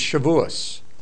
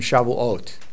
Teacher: Now, in the third column on your chart, it's the Ashkenazi name is Shavuos. So they change the T to an S, and that's frequently done in the Ashkenazi Hebrew. · Shown in: first take